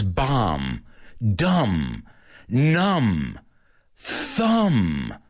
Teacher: That B is a silent B, such as bomb, dumb, numb, thumb